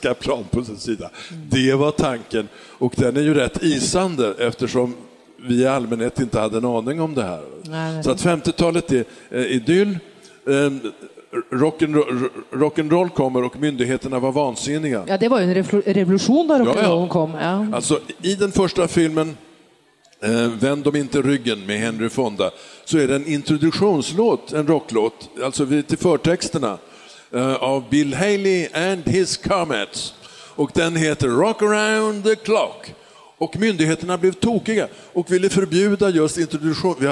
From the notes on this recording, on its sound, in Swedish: Spelar in avsnittet inför publik på bokmässan i Göteborg.